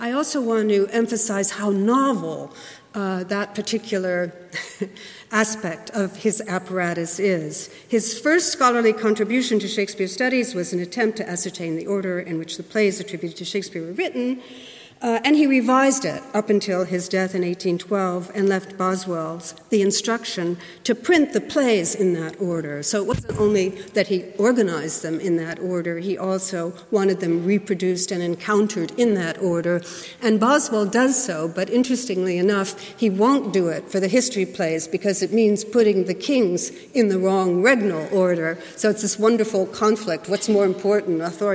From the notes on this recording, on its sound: Keynote lecture